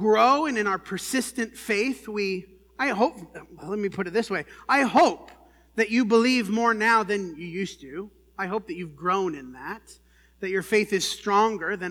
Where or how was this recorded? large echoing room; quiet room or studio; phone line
large echoing room